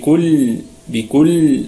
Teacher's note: في حال الوقف عليها نراعي صفة البينية في اللام